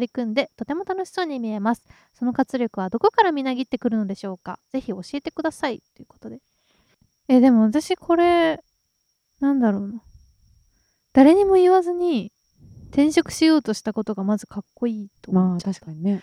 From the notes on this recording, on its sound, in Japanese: 公園収録なので鈴虫がすごいです。